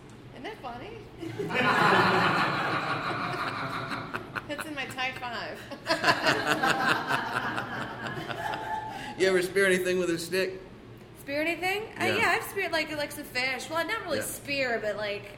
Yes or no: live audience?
yes